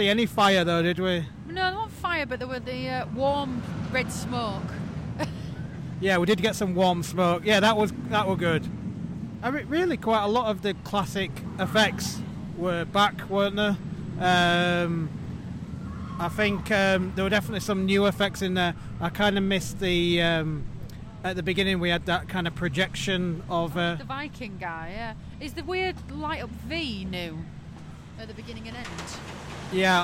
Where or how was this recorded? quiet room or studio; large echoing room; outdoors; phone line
outdoors